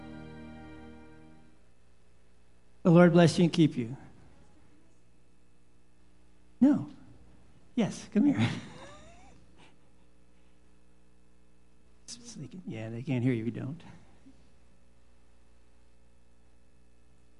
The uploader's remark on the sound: Live Worship Service